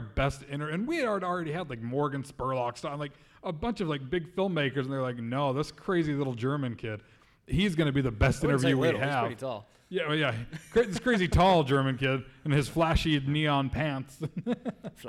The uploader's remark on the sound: Today's episode is LIVE from 2018 San Diego Comic-Con! Took the show back to San Diego for our 4th year with our first panel exclusive!